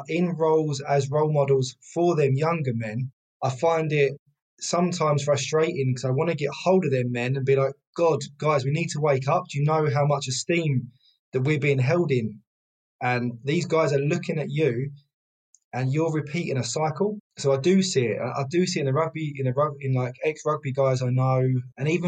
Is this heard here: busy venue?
no